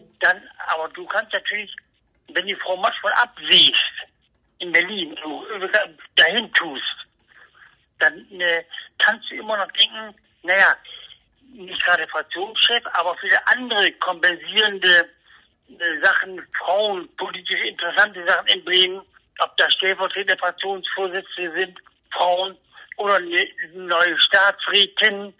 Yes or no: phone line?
yes